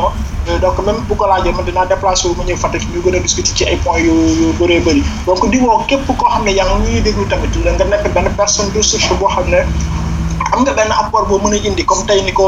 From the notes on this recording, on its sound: Listen again to our live interview with the Senegalese personality. Radio station : Seereer Radio. Location of interviewee : Fatick, Senegal. Medium : Audio recording. Our sincere apologies for the background noise.